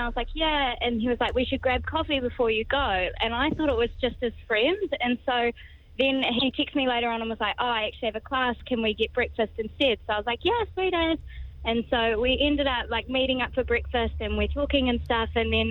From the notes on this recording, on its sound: We phoned Palmy for Kiwi Heroes.